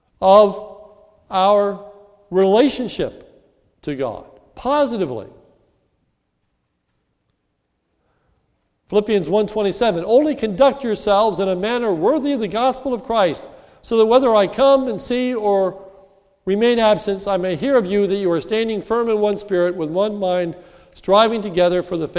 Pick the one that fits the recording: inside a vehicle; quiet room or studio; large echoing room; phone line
large echoing room